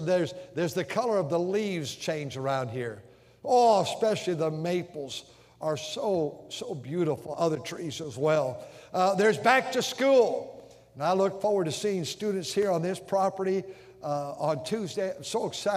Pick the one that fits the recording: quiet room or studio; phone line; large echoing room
large echoing room